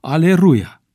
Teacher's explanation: L-ul intervocalic a suferit fenomenul de rotacizare, adică s-a transformat în R și a devenit Aleluia.